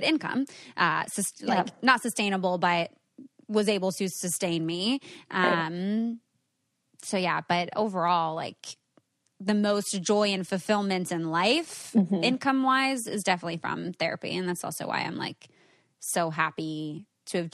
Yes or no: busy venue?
no